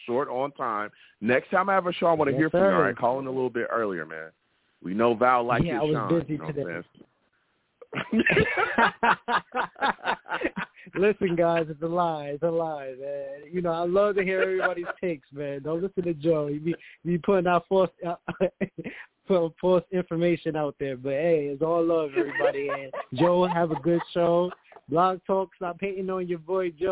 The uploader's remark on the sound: I take live callers!